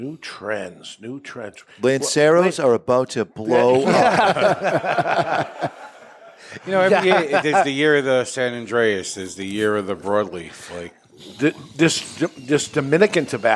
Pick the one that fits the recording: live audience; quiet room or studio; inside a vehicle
live audience